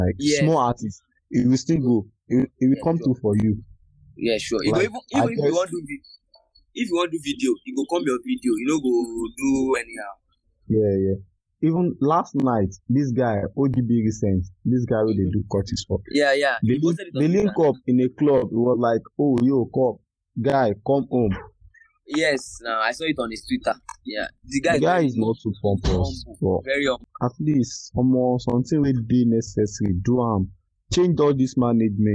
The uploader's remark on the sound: Pardon the bad audio